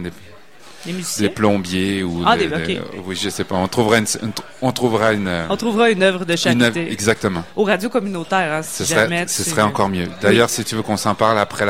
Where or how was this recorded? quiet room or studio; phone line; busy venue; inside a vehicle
busy venue